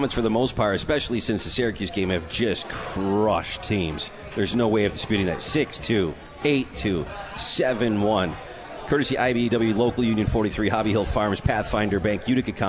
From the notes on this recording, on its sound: live from The 72 Tavern